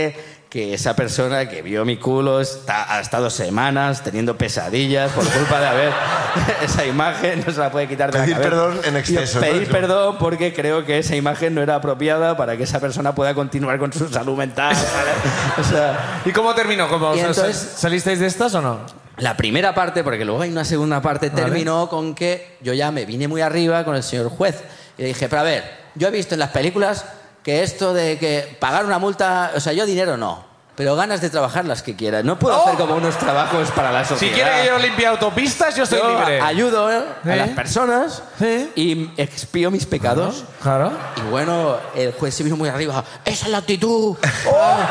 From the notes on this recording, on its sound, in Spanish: desde la Sala Barts de Barcelona